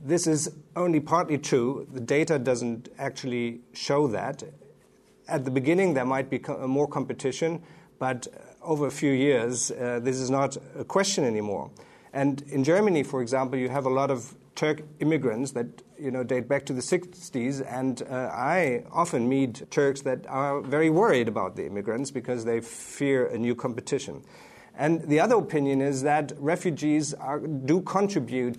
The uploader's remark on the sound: America Abroad's global town hall recorded in front of a live audience at The Greene Space at WNYC in conjunction with its partners at NPR Berlin and in Cairo, Egypt.